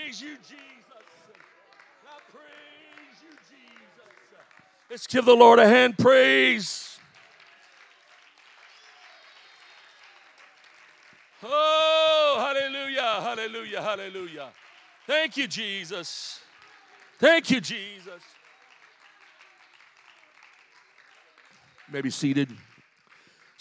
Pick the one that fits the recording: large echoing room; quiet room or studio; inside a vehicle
large echoing room